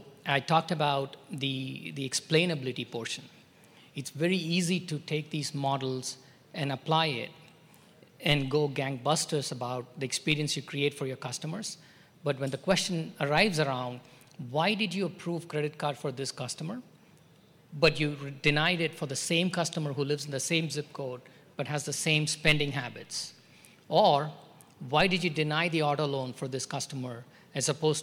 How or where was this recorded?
busy venue